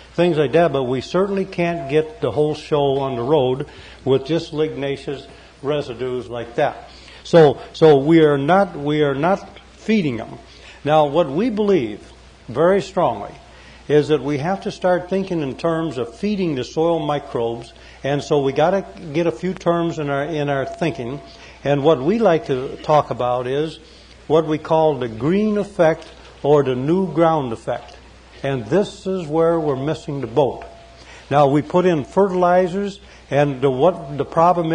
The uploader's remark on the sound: In this talk from an archival Eco-Ag Conference presentation. A few farmers in the audience.